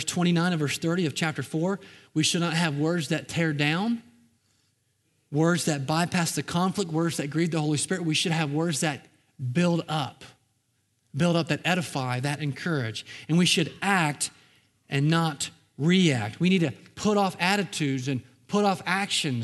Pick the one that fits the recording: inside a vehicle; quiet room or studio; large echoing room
large echoing room